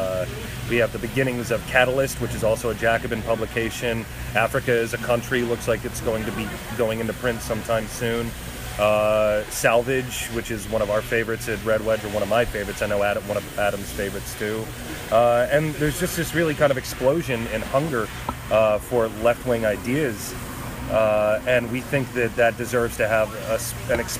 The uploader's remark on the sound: This show was recorded while getting a delicious brunch at Milque Toast Bar in St. Louis, MO.